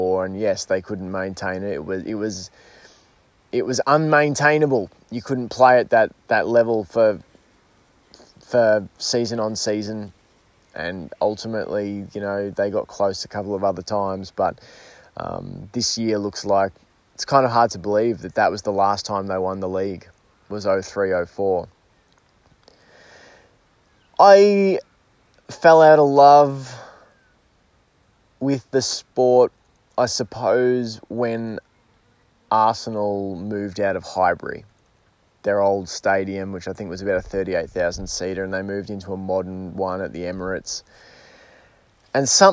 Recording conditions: outdoors